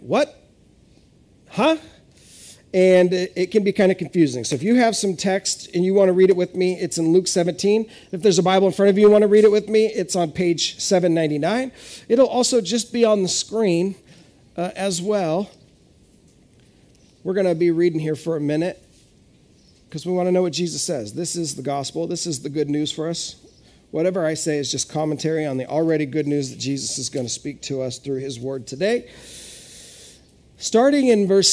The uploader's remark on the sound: This is audio ripped from the Live Service video.